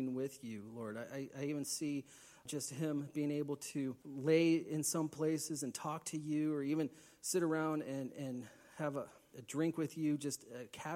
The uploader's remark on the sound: Please forgive some of the sound quality as this was recorded live in a church.